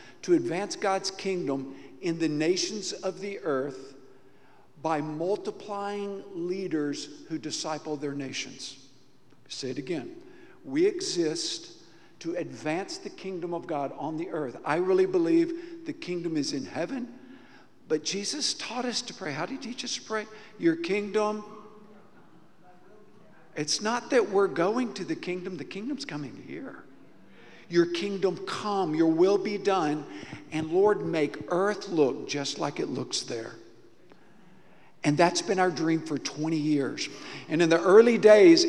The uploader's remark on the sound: Recorded live during our Wednesday night service